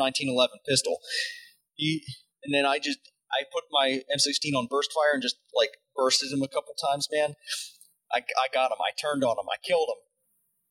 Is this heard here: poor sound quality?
yes